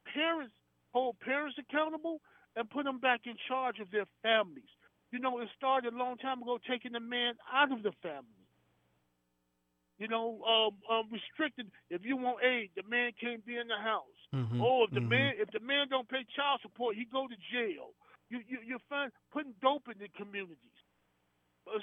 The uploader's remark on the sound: We open the phone lines